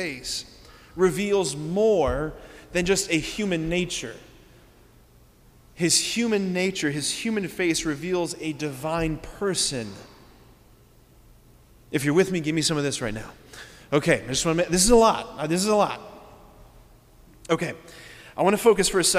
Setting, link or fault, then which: setting, large echoing room